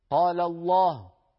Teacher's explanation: ينطقون هاء ساكنة ويبقى من الضمة فقط عملية إشارة بالشفتين